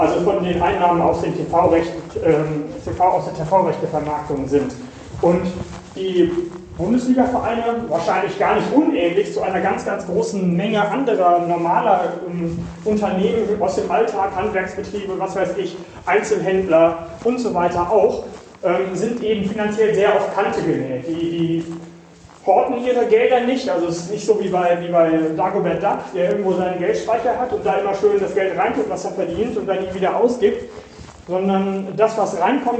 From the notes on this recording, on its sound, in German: Entschuldigt bitte die schlechte Tonqualität. Ging diese Woche nicht anders.